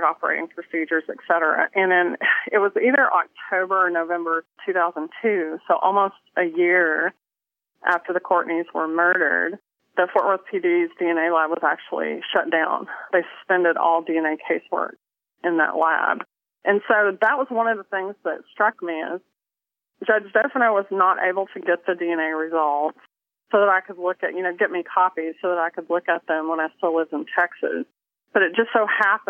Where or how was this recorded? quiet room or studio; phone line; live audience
phone line